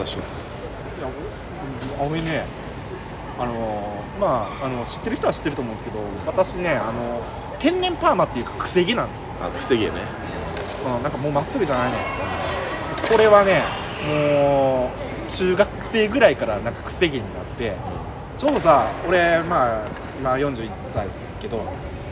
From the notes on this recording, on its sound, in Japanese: 公園で収録してます